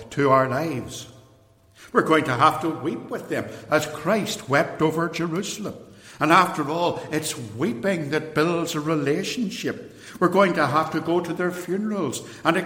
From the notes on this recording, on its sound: In this extract from a sermon preached at Templepatrick Reformed Church.